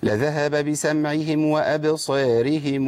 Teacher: بيعمل ميم الجمع بيضمها ويصلها بواو ويمدها ست حركات